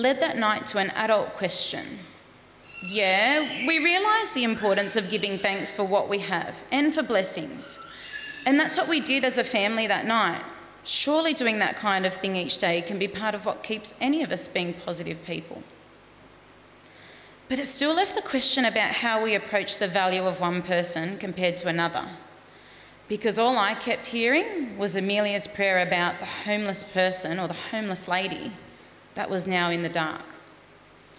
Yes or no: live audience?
yes